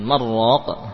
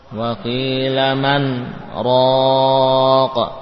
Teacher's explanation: Wa qila man raq. Ini dibaca man sesuai dengan makhraj nun man, kemudian sakt yakni berhenti diam sesaat · Shown in: second take · Di mana zaman diam ini secara ghalib tidak cukup untuk mengambil nafas. · Term: saktah